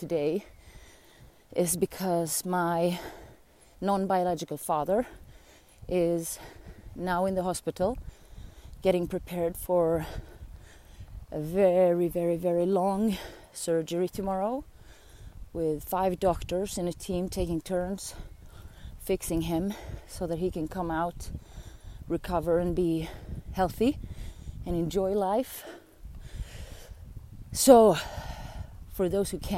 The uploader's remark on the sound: My first episode recorded out in nature, after an uphill jogging session surrounded by bugs and fields